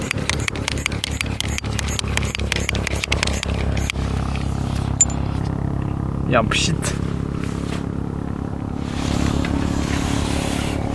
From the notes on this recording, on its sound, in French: Feu de camp sur l'Altiplano, en Bolivie à vélo. Des volcans de Sajama aux villages en fête. Evidemment, tous les sons que vous entendez ont été enregistrés pendant ce voyage.